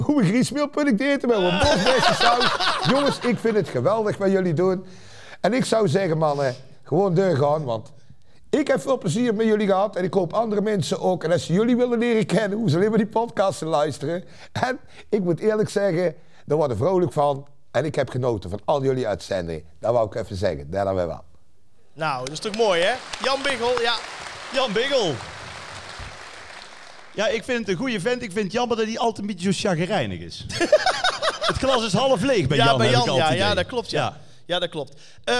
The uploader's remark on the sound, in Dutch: De 100ste aflevering vanuit Theater de Schalm. Samen met 500 enthousiaste luisteraars hebben we de 100ste aflevering opgenomen.